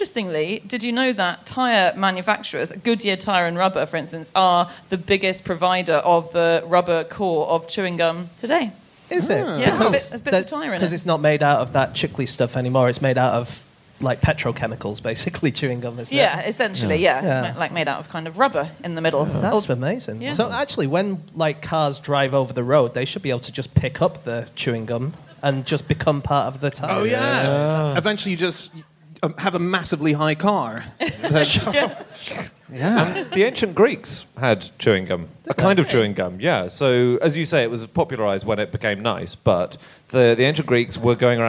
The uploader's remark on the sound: Live from Philadelphia